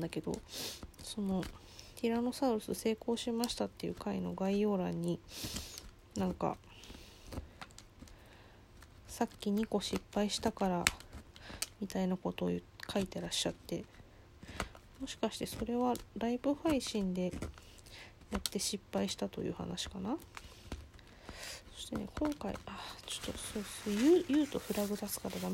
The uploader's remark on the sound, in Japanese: From Radiotalk。作業中の雑音注意。